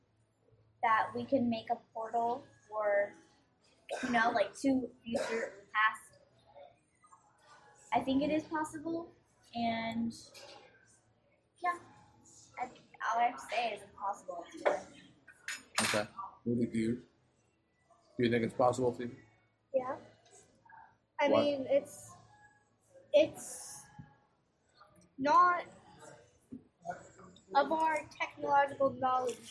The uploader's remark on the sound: WARNING: AUDIO QUALITY IS SUBPAR. We went on location for dinner. Over pizza and salad. Being on-location, the audio is not optimal, and even with as much as I was able to clean it up, still sounds less than clear.